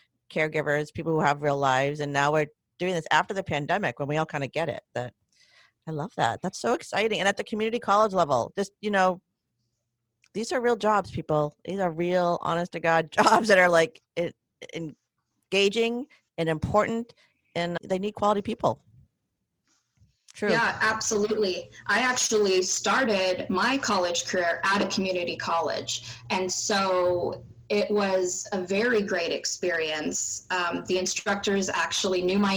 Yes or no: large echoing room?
no